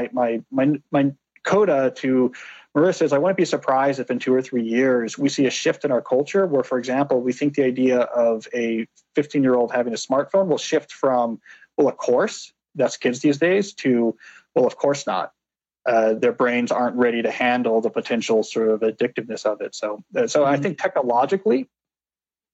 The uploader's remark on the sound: We recorded this conversation as part of our monthly ONE Thing webinar series.